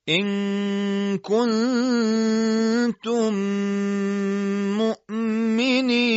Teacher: تلفظ میم مشدد حاصله هم با حالت غنه همراهه، چرا که لبها روی هم منطبق و بستن، فلذا تمامی صدا از خیشوم یعنی فضای خالی داخل بینی خارج میشه. صدای میم مشدد باید به اندازه دو حرکت باشه، همون میزان دو حرکت غنه. · Term: ادغام شفوی